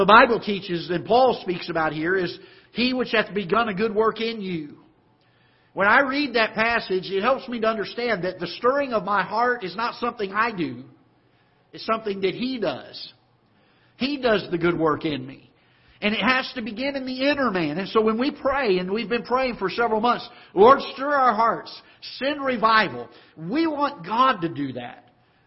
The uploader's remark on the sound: Ketha Heights Baptist Church ~ Live Broadcast